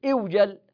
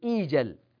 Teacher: فوجل يوجل والأمر منه إيجل، قال وأصله إوجل، لكن لأن الهمزة هذه مكسورة والواو ساكنة بعد كسر تقلب الواو ياء، وبدل أن تقول إوجل تقول إيجل، قلبت الواو ياء لسكونها وانكسار ما قبلها · Shown in: second take